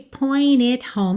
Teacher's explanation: Olha que interessante, você não precisa fazer esse T marcadinho.